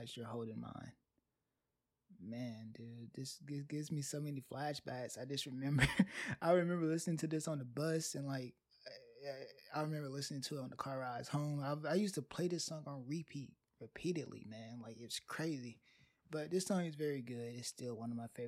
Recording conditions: uneven or low level